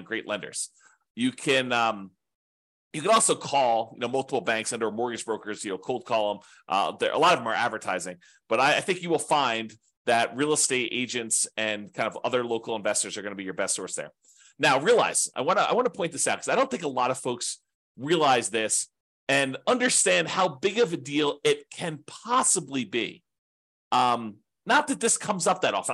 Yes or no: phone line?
no